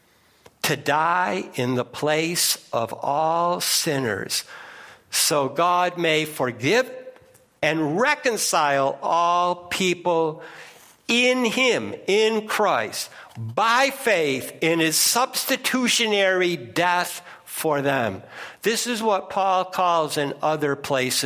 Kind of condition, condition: setting, large echoing room